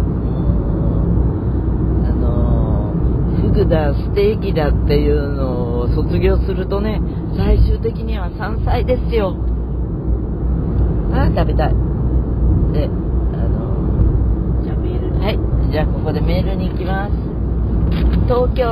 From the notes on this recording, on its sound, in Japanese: 八王子の実家へ向かう車の中からコンニチハ。